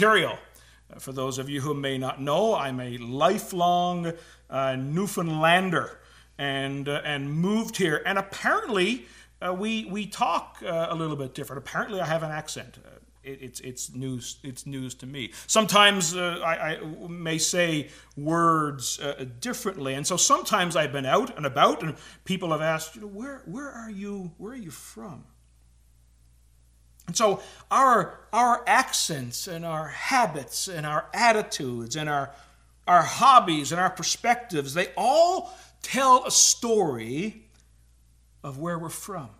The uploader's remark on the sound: Filmed for a service at Philpott Memorial Church in Hamilton, ON.